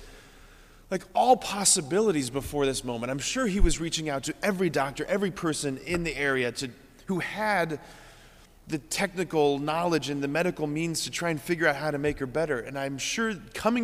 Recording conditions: large echoing room